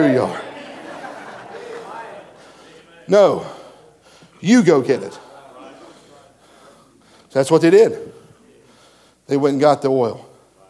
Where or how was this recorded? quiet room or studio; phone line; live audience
live audience